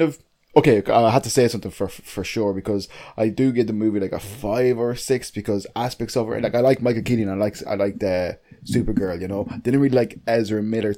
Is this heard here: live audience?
no